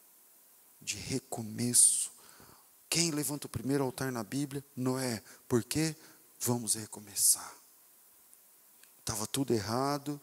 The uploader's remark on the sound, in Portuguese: Culto ao vivo